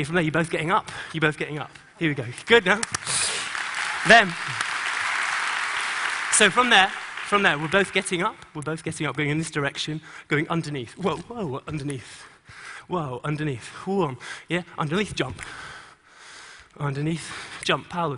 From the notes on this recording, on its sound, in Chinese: 在TEDGlobal的舞台上